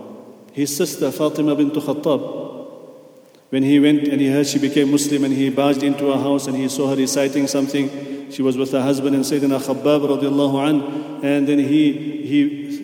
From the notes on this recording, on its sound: at the Houghton Masjid (West Street)